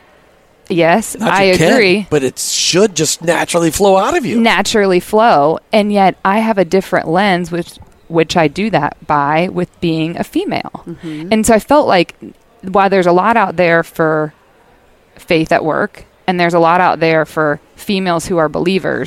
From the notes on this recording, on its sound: LIVE from Rogers, Arkansas at this year’s Workmatters Conference